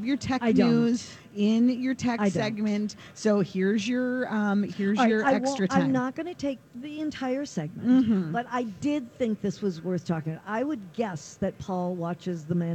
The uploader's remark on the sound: Live at the Golf Show